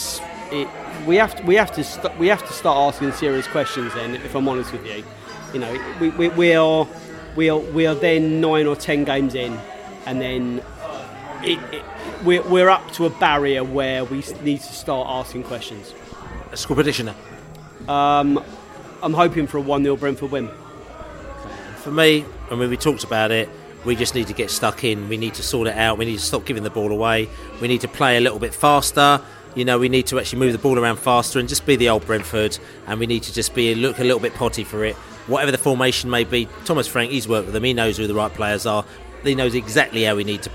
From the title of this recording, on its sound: Barnsley pre-match podcast from the pub